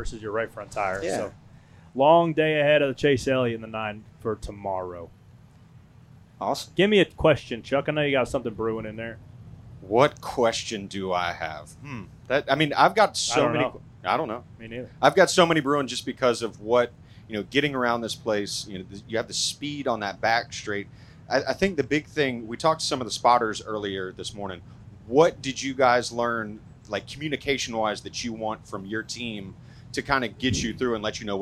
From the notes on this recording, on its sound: Live from the Chicago Street Race. Recorded a special edition of 'Spare Change' in Chicago on Saturday.